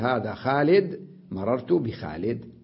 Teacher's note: إذن تنوين الرفع وتنوين الجر أحذفه وأقف على الدال بالسكون · Term: الوقف